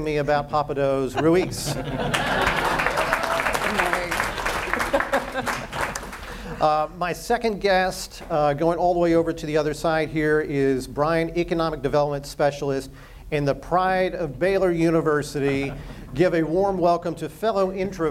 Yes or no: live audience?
yes